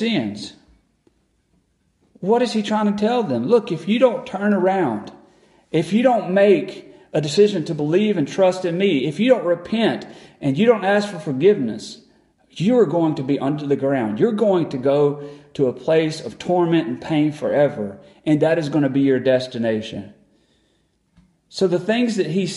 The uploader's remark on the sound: Recorded on December 7, 2022 at Friendship Baptist Church.